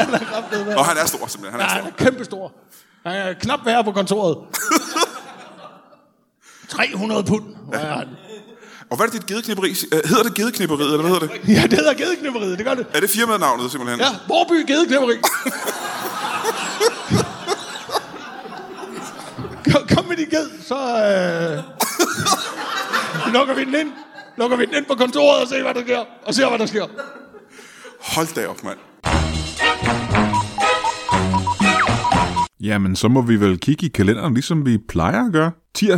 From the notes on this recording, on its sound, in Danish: LIVE fra Anarkist i Odense. Optaget live foran et mesterligt publikum på Anarkist i Odense.